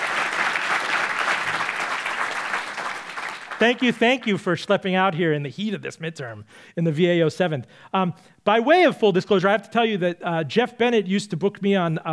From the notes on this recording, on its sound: Recorded for an audience at Virginia's Museum of History and Culture.